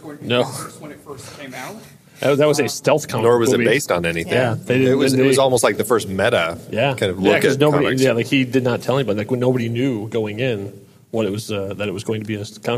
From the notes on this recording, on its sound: you are right in the middle of the recording session at Phoenix Fan Fusion 2019!